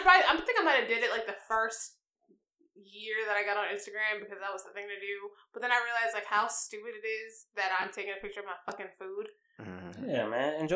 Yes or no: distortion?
yes